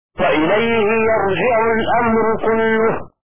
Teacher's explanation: فتح الياء وكسر الجيم على بناء الفعل من فاعل